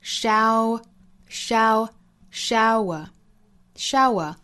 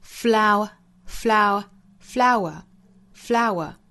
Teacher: and showers.最后一句 how many are the fallen flowers?最后的 flower 和前一句的 shower 都是押了韵的。shower 也好,flower 也好都是两音节的单词。在单词内部两个元音相遇会由前面一个元音的相似口型带出这个小小的 w 的发音